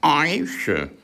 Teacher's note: Im Mund trennt der Hesse das Wort Ei in ein E und in ein I. Das E bekommt einen Linkspin oder Rechtspin von innen aus gesehen, das I in Linkspin.